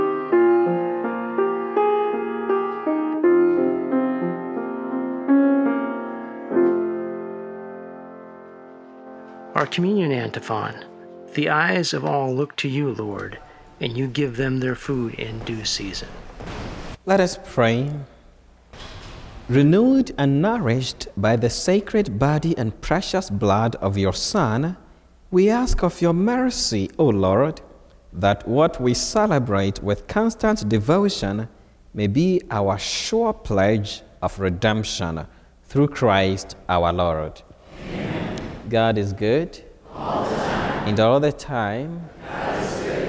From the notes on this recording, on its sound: From Holy Spirit Catholic Church in Creston Iowa.